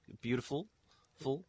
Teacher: There isn't really a schwa on that full at the end there